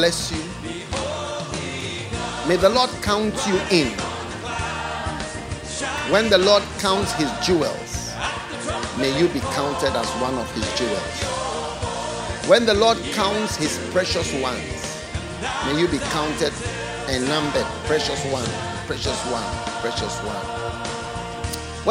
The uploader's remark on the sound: Preached at the FLOW Service, Accra.